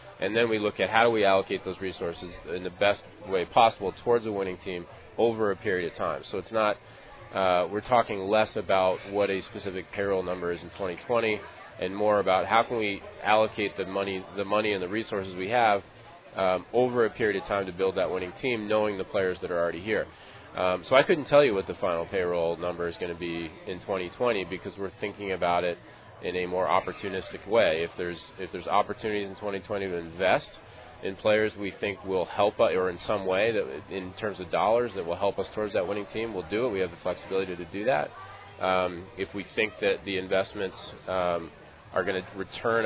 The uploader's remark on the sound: LIVE from PiratesFest Saturday morning at PNC Park